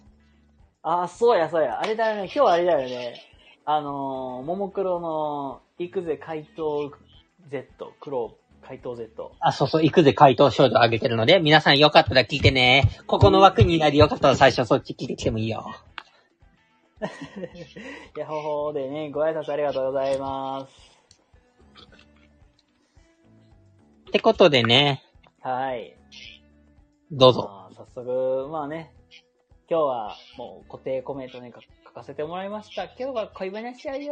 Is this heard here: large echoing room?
no